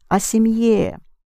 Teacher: And о семье, you keep the stress on the ending.